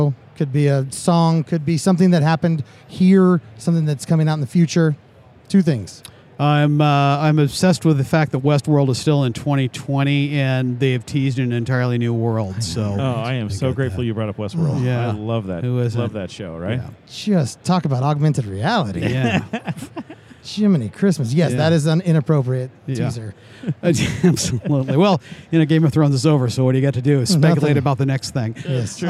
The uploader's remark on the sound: live from AIA 2019 Exposition.